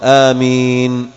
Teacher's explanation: فإذا نطقت بها لا تشد الميم وإنما تأتي بها مخففة